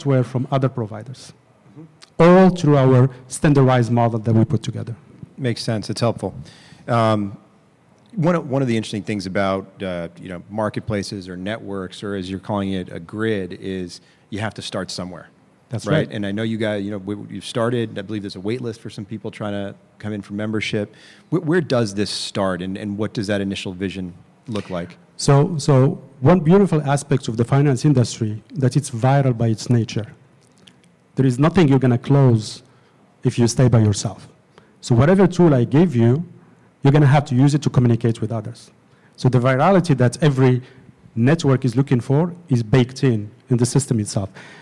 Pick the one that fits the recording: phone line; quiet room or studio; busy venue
busy venue